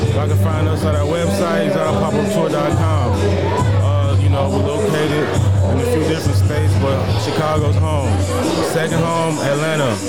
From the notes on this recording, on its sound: listen in as I set up live at our first ever Guest appearance at the Zalloween Event